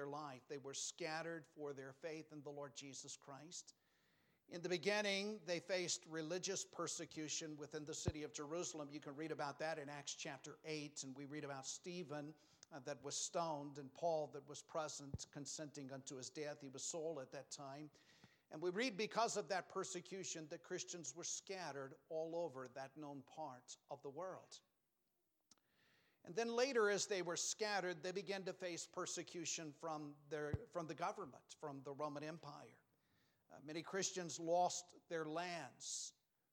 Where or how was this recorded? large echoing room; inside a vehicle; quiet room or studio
large echoing room